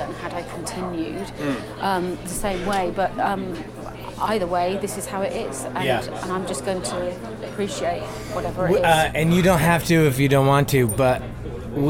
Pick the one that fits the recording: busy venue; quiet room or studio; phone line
busy venue